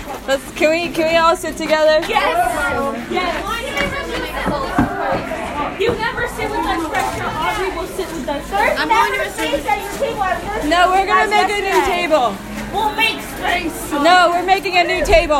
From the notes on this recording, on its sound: we recorded this during recess and lunch